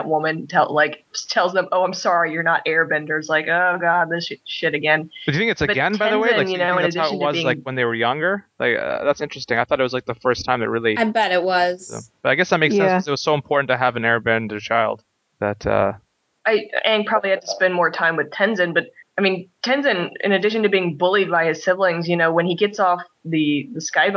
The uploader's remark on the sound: We deal with some heavy lag spirits and manage to podcast despite the technical difficulties.